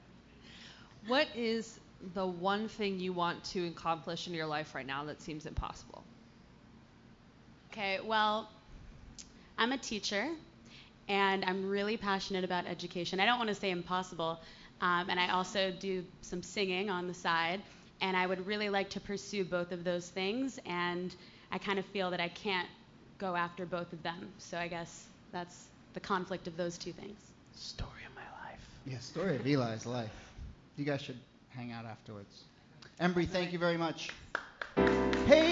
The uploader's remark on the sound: Ask Roulette is a conversation series in which strangers ask each other questions on stage. This excerpt is from our May show at Housing Works Bookstore in New York City. Some audience members.